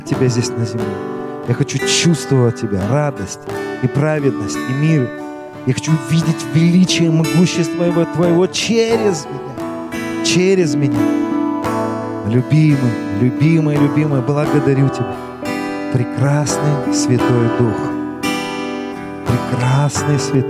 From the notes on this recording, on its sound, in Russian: Аудиозапись служения церкви «Слово Жизни»